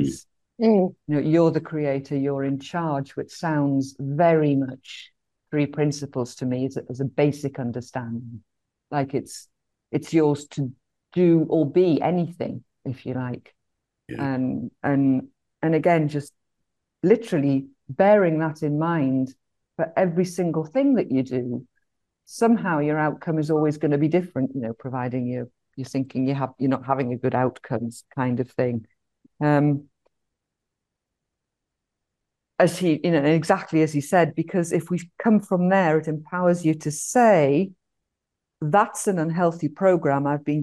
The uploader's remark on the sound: our Zoom call, and once recorded